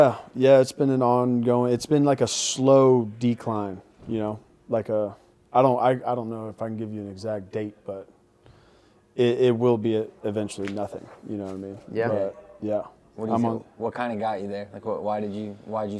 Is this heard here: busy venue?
yes